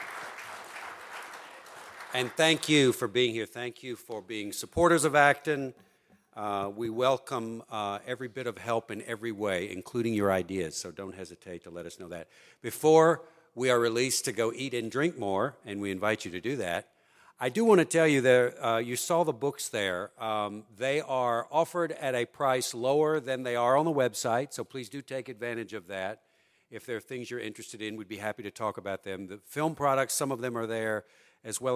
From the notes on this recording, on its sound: Acton’s 8th Annual Chicago Open Mic Night took place on Wednesday, November 8th at the University Club of Chicago